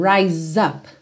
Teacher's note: Então, rise up, o F final de rise não é pronunciado, você já liga então o S direto no up que nesse caso aqui tem um som de Z